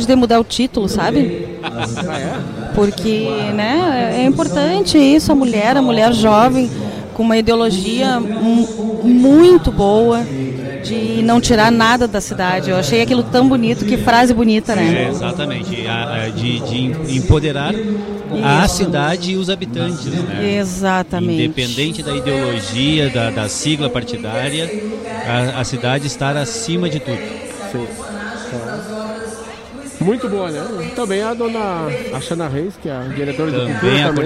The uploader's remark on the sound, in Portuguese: Transmissão ao vivo do Festival Coxilha Nativista e 4º Coxilha Instrumental, diretamente da cidade de Cruz Alta. Abertura com grande show musical, apresentação das dez concorrentes da final.